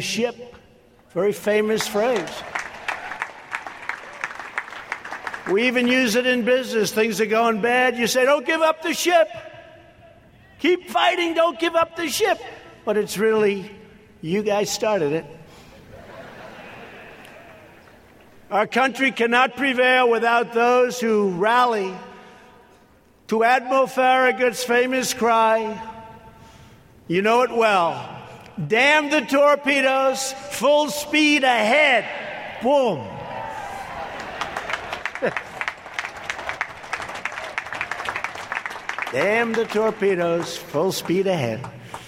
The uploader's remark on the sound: This special episode contains the audio from the speakers at the USNA Graduation and Commissioning ceremony on May 25, 2018 in Annapolis, MD.